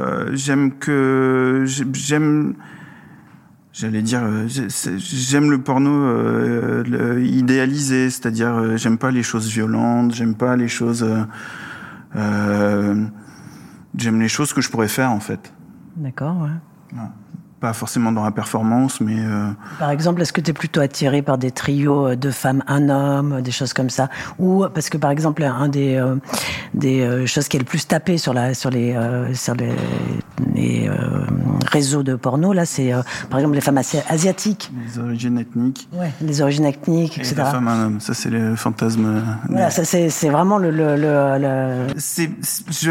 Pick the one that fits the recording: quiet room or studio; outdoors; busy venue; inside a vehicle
busy venue